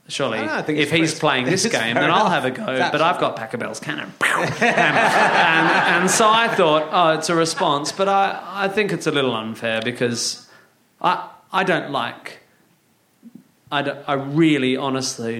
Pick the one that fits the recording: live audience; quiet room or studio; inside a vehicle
live audience